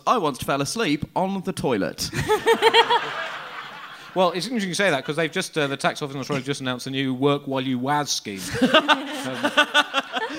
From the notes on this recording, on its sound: It's a live special